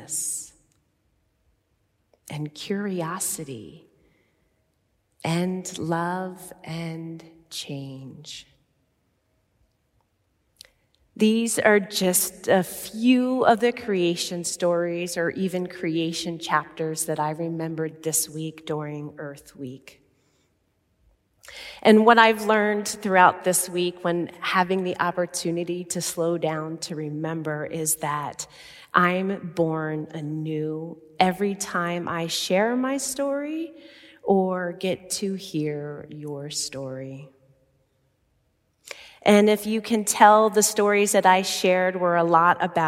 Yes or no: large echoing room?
yes